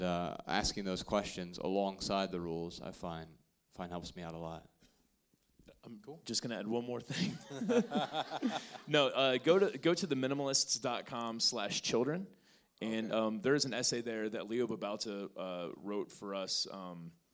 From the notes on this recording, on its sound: Answer questions in front of a sold-out crowd in Salt Lake City, Utah.